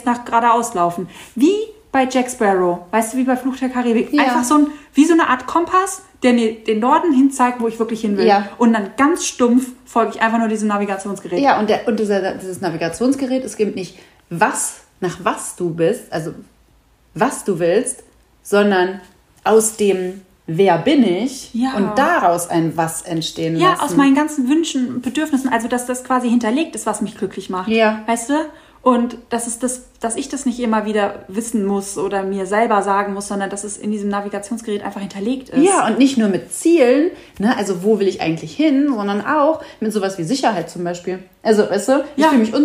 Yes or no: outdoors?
no